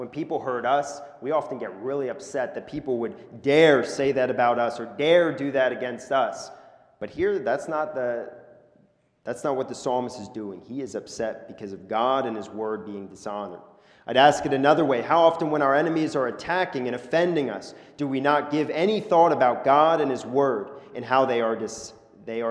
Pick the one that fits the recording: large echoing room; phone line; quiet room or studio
large echoing room